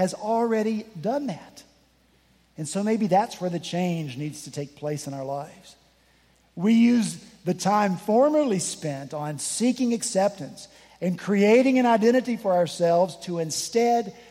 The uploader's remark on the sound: This past Sunday, September 10 at Redeemer Presbyterian Church in Charleston, SC. At Redeemer Presbyterian Church in Charleston, SC, many of us braved the coming storm to join with a few other congregations whose buildings were closed due to the storm.